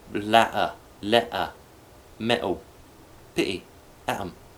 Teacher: Medial T's in the middle of a word between two vowels. Beginning an unstressed syllable are glottals.